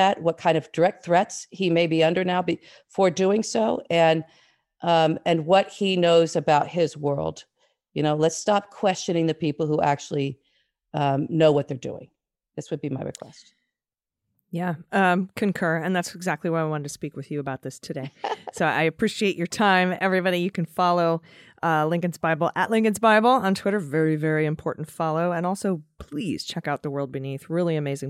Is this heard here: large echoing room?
no